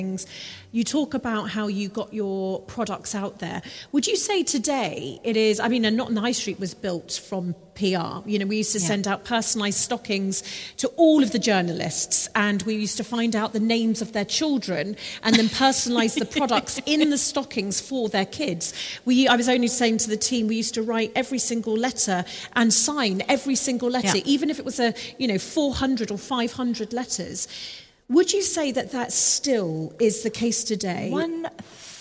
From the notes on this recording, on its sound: Live in Harrogate. Recorded in front of a live audience under the high vaulted ceiling of St Wilfred's in Harrogate.